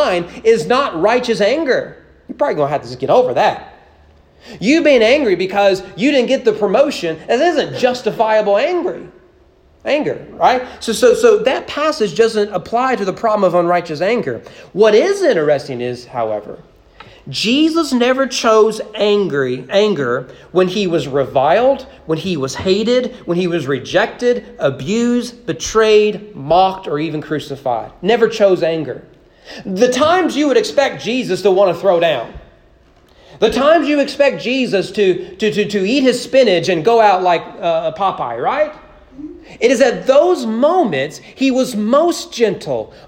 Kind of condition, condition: setting, large echoing room